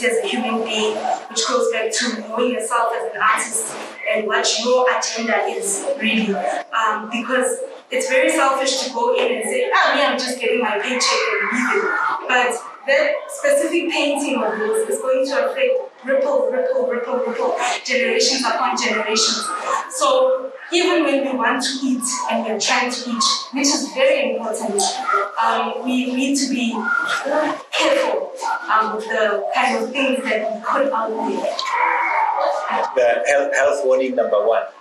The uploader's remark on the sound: The Funda Centre. The following is the unedited recording of the panel discussion/ round table/ mic in the middle moment.